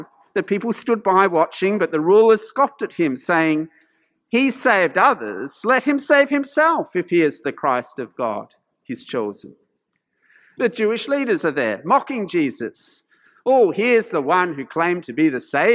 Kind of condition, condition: setting, large echoing room